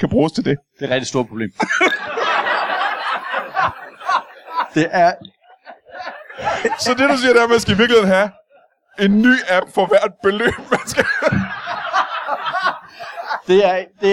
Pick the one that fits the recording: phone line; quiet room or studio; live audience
live audience